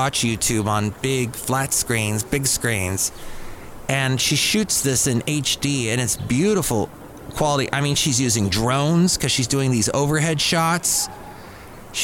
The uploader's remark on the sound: podcasts live from Cafe Anyway